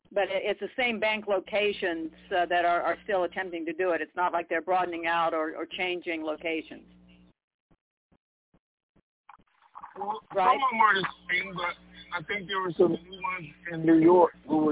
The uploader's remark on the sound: TNTSuperfantastic Conference Call.